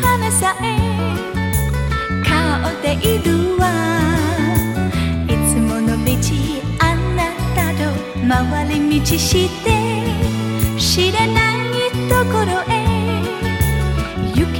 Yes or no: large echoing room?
no